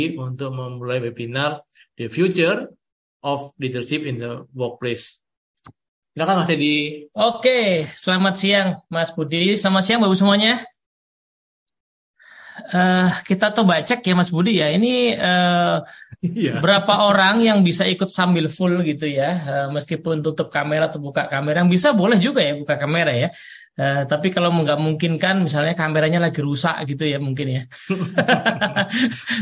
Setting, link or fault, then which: link, video call